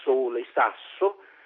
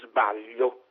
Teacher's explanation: Si sa, uno dei difetti del nostro alfabeto è che all'unica lettera S corrispondono due suoni ben distinti, quello aspro, o più tecnicamente sordo, s, come in sole, sasso, e quello dolce o sonoro, z, come in sbaglio